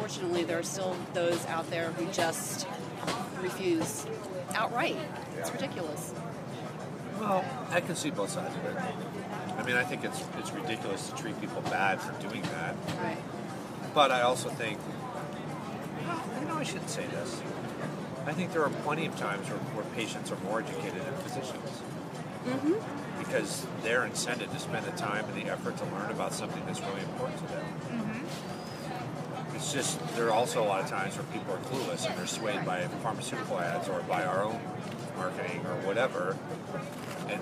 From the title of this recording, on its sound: Live from SHSMD